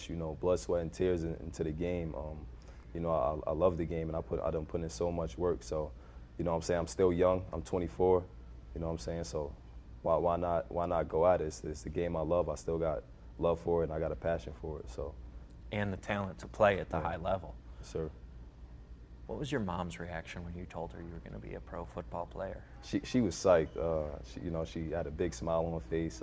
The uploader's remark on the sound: Inside MLFB continues its coverage live and on the ground from MLFB training camp.